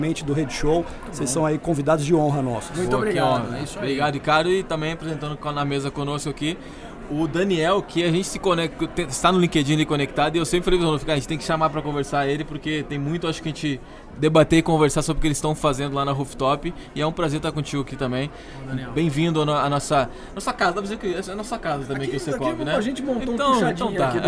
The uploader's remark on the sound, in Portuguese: Esta semana, liberaremos episódios especiais do Proptalks+Secovi, gravados durante o evento Rede Show organizado pelo Secovi.